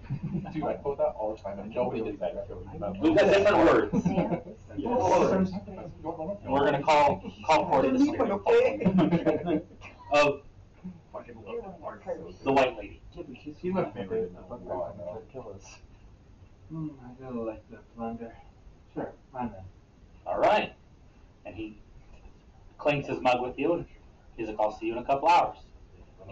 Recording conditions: poor sound quality